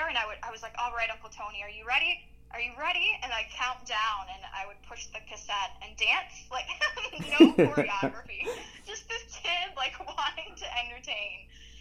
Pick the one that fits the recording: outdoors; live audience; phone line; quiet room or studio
phone line